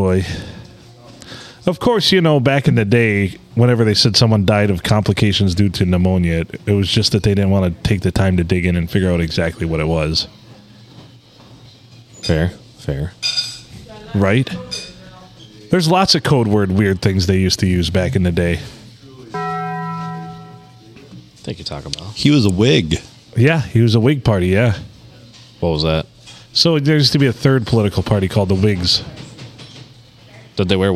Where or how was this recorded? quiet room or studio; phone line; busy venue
busy venue